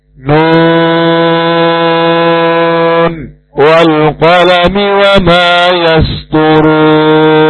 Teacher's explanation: Nun ini bagian dari huruf-huruf muqatta, huruf-huruf pembuka surat, dipanjangkan selama 6 harakat.